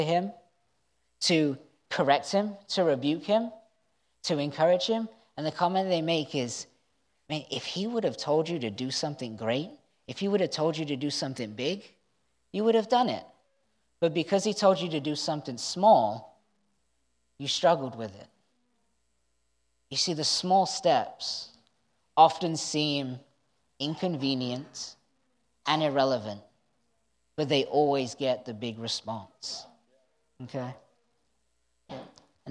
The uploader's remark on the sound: was recorded on Sunday, January 15th, 2023, during service at The Anchor Church in Rockport, Maine.